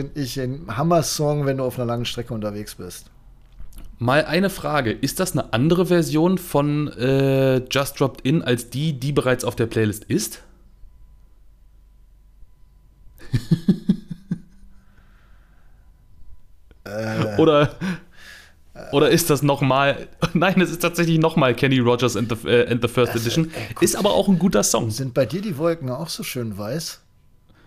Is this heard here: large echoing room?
no